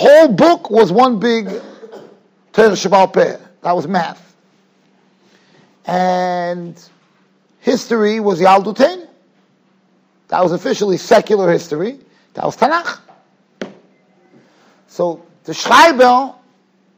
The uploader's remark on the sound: Shiur recorded in Yeshivas Ohr Reuven, Monsey, NY.